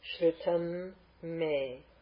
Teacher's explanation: Now, when the dot is in this one, because the following, this is Sandhi, with the Shrutam, that dot, called Aniswara, will be pronounced as an M because of the following M